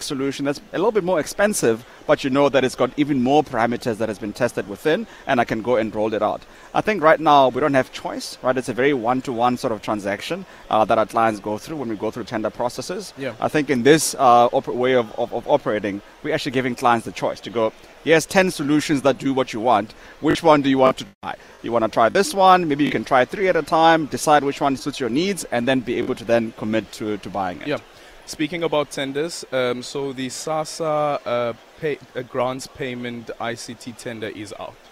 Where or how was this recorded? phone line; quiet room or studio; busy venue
busy venue